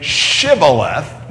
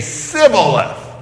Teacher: because they can't get the sh sound, their dialect comes up with just the more pure S sound